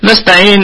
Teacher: والسين ساكنة نراعي فيها صفة الرخاوة والهمس